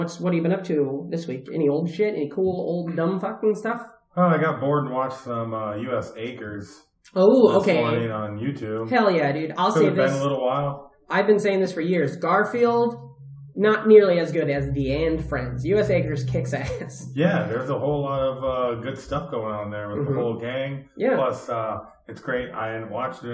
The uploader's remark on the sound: The audio quality is a little rough on this one because it was recorded early on in the run (3 studios ago).